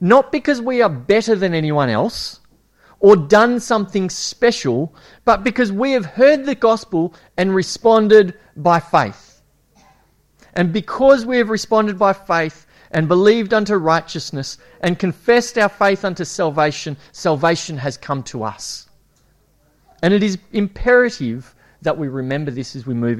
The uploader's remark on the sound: It was preached at Esperance Church of Christ on a monthly basis from August 2015 - April 2017.